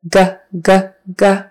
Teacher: And you can feel your voice vibrate for G.